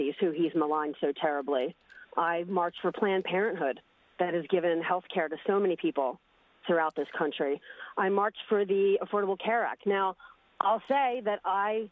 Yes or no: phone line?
yes